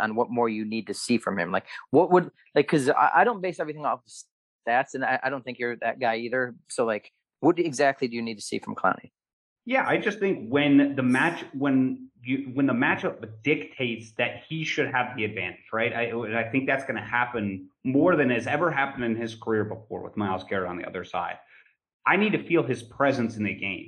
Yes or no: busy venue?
no